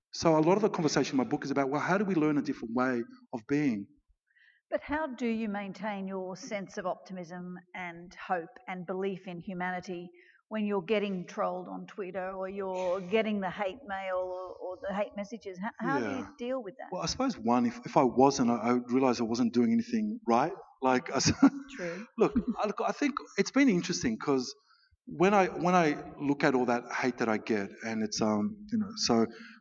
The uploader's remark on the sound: At the 2019 Newcastle Writers Festival